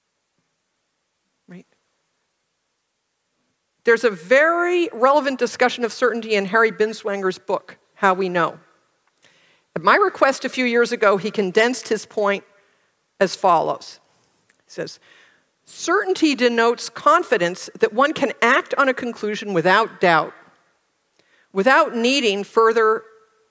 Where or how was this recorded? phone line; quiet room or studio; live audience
live audience